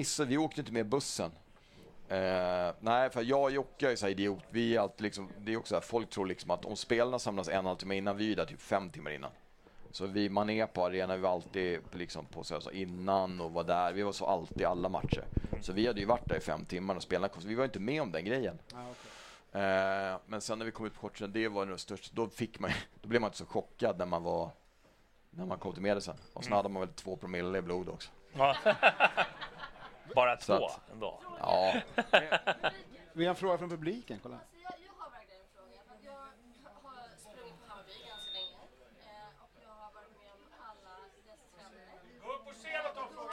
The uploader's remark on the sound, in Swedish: Live från Twang och med publik